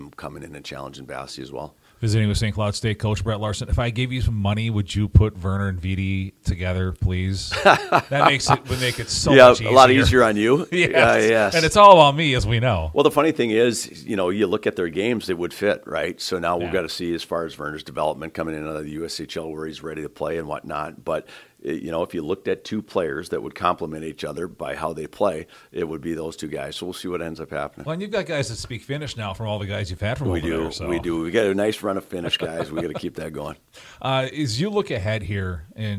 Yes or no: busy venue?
yes